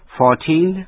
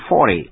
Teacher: 14 nhấn vào vần nhì và vần teen có y dài, còn 40 nhấn vào vần thứ nhất và vần t có y ngắn